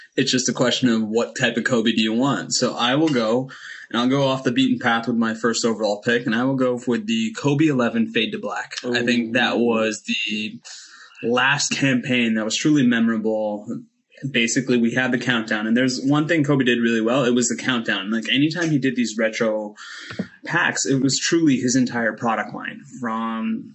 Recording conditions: video call